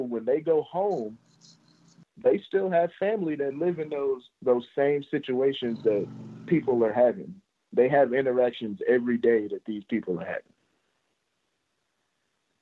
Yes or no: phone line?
yes